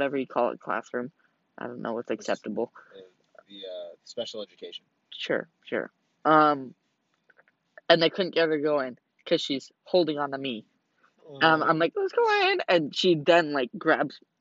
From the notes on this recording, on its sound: Horrible audio makes for a great beginning so gotta love it.